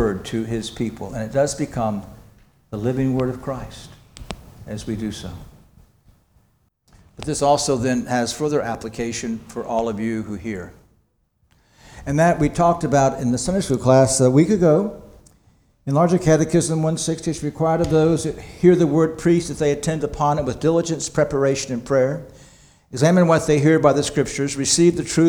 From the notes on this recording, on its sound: This sermon was preached on February 11, 2024 at Antioch Presbyterian Church, a mission work of Calvary Presbytery of the Presbyterian Church in America located in Woodruff, South Carolina.